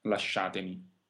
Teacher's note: In questo caso, ricordo di nuovo che la i di lasciatemi non va pronunciata, la prima i, lascia, e non lasciatemi, la i non va pronunciata. The sh sound is always a double consonant in Italian.